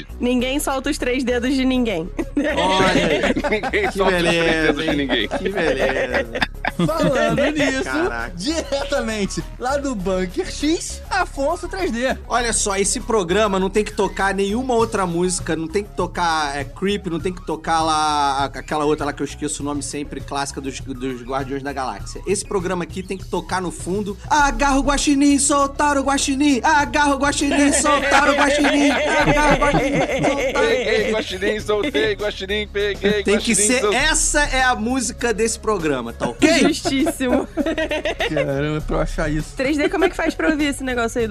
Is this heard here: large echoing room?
no